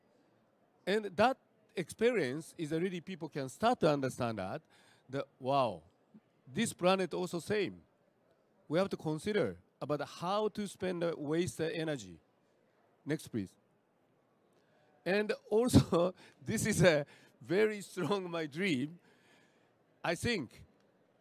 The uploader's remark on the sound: Earth Day Live From COP26.